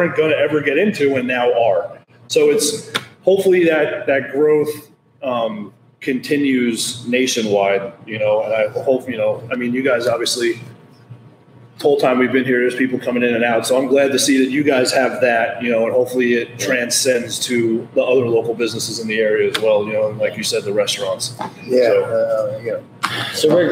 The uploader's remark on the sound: On Location: Makers Craft Brewery